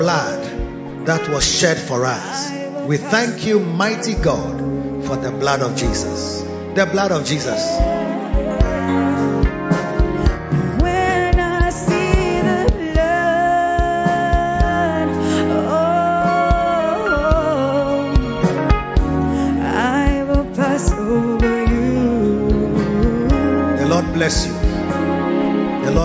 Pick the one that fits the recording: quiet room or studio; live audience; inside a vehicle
live audience